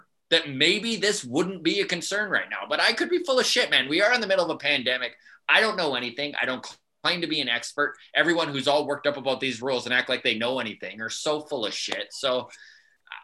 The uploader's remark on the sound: recorded via zoom